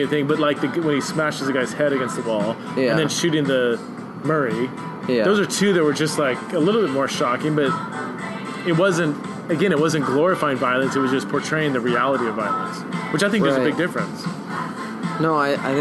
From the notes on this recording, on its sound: went out to a local pub